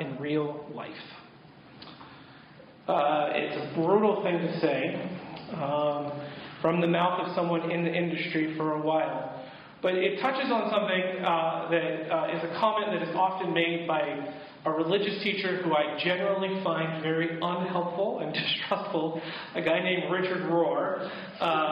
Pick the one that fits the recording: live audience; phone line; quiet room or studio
live audience